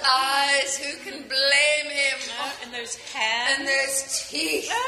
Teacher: some of the words, like the syllables get drawn out, like the way you say eyes, blame, even teeth